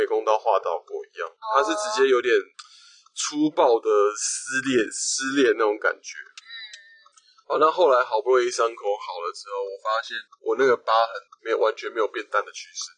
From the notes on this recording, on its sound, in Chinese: 本集為車上錄音，音質有點糞